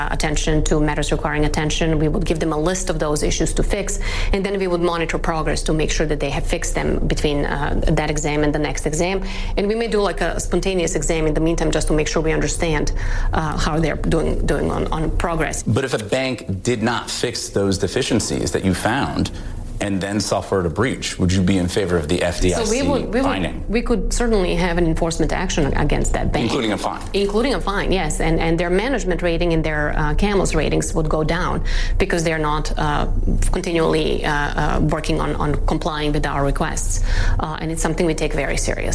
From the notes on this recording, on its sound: is live from the New York Stock Exchange